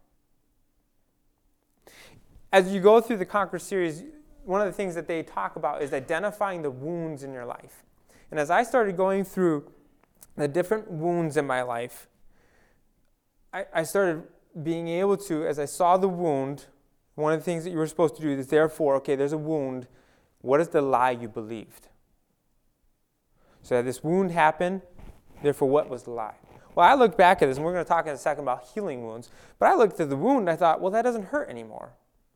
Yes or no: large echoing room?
yes